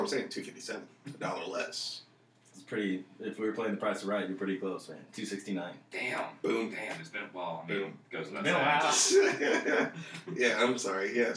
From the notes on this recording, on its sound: Mics not so much.